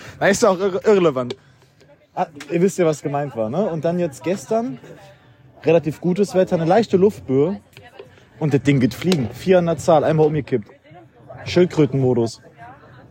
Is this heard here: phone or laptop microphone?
yes